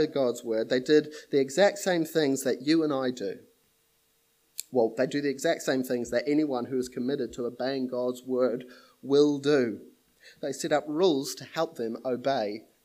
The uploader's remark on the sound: This sermon was preached at Papakura Baptist Church on the 24th of January, 2021